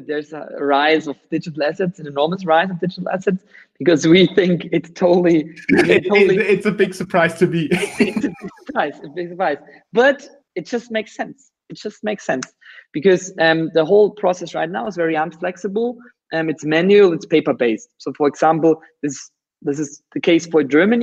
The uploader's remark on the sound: You are listening to the audio track of a video interview conducted via Google Hangouts. The last few minutes of the interviews did not get recorded by the server.